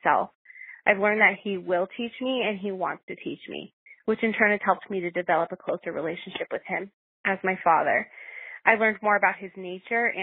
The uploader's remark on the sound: Listener Call-in Show. Today you get to hear from 11 women who called in and shared the blessings they have seen.